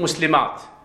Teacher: التاء سواء درجتها في الكلام أو وقفت عليها تقف عليها تاء